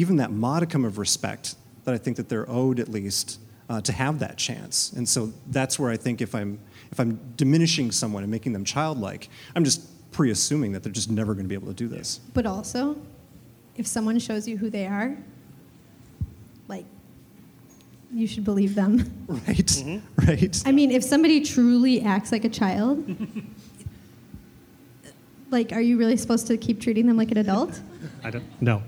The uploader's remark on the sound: This live podcast recording of 'The Schmidt List' at Fulton Taproom